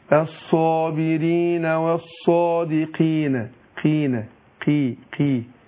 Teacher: احنا برضو عندنا القاف لما بتكون مكسورة بتاخد ادنى درجات التفخيم